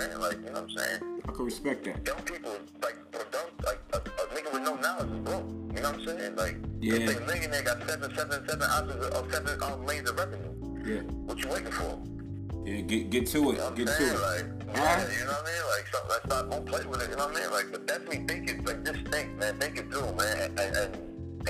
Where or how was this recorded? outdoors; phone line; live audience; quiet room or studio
phone line